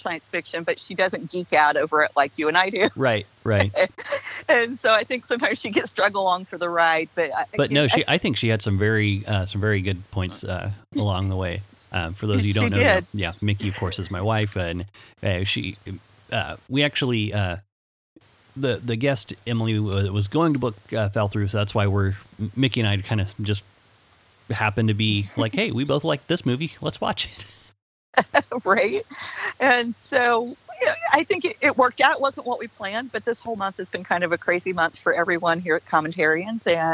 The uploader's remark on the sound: Had to record this last minute over the phone, so here audio quality is a little less than ideal. There are some times when you can hear some of the birds and bugs that live near her house.